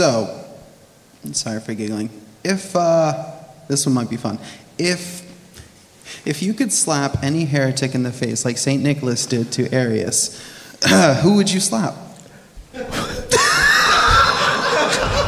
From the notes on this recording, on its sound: We have another release from our 2023 Spurgeon Conference. This one is the Q&A we had at the end of the conference. Even with it being the end of the day, 6 speakers, and a BBQ lunch, we had fantastic interaction from our attendees and our conference speakers.